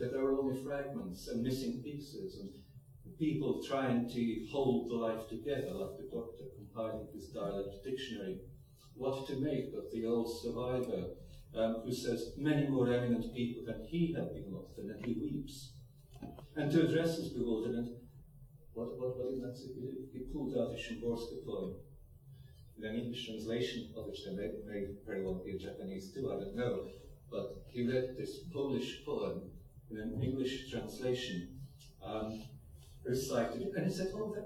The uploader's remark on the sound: Plenary at the Worlds Literature Festival Salon. By National Centre for Writing.